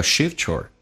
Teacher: T 加也发 ch 这个发音